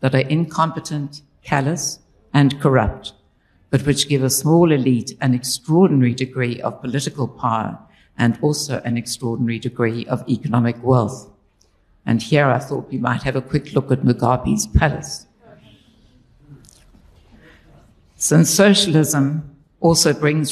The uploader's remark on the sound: This is a recording of the inaugural book launch hosted at Exclusive Books in Cape Town on 19 July 2023.